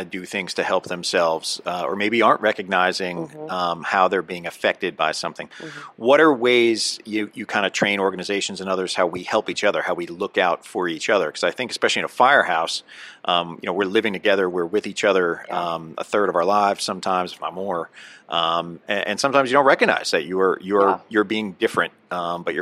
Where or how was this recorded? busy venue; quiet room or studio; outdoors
busy venue